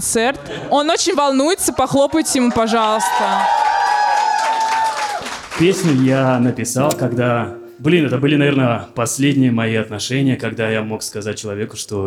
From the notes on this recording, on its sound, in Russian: Лайв-запись подкаста. Выкладываем нашу открытую запись.